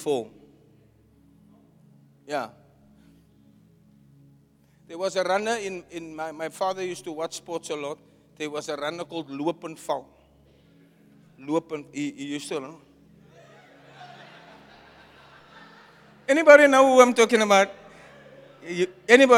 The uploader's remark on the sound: Preached at Zion Sanctuary, Cape Town